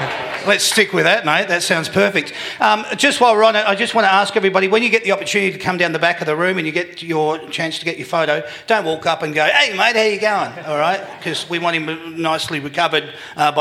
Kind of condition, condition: setting, live audience